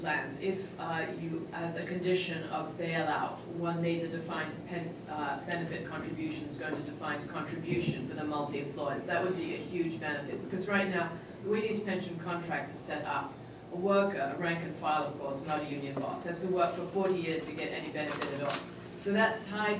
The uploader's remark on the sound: The Ripon Society held a “Bully Pulpit” Policy Conference. The conference was held from 11:30 am – 1:30 pm in the Eisenhower Room of the Capitol Hill Club, located at 300 First Street, SE, in Washington, DC. The conference featured speeches by three Members of Congress who had called for pension reform, followed by a panel of experts.